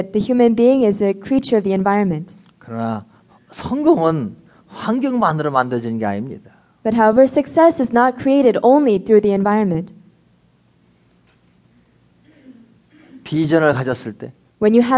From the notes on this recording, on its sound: recorded in front of an audience at the Los Angeles Wilshire Plaza Hotel in 2009